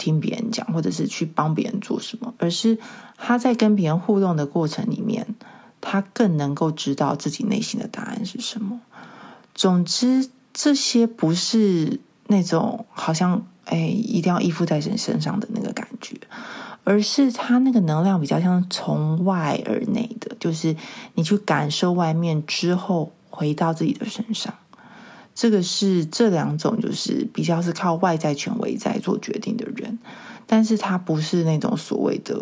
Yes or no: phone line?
no